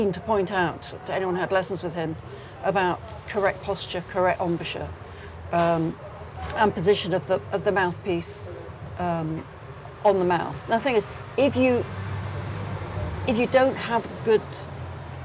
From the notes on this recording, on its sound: meet in a coffee shop in the seaside town of Hove